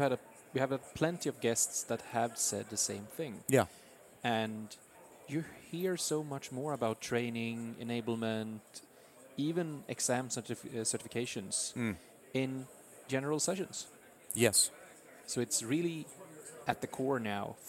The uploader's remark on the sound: In the sixth and final episode recorded at Microsoft Ignite in Orlando.